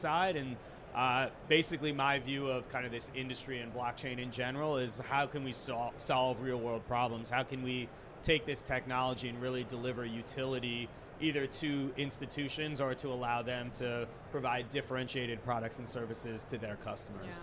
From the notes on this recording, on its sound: Recorded at Money20/20 USA in October of 2022.